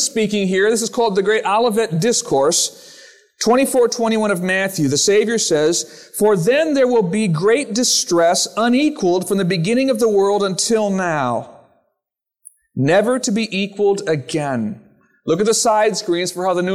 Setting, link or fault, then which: setting, large echoing room